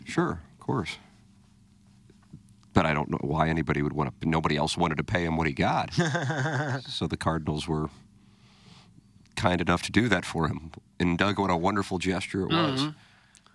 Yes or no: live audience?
no